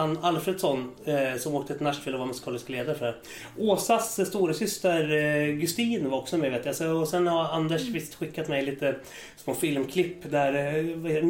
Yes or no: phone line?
no